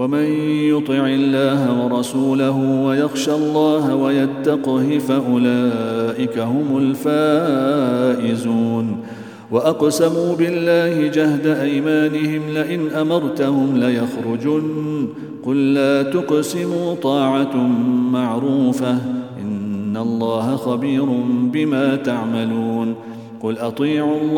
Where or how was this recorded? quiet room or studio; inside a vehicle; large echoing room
large echoing room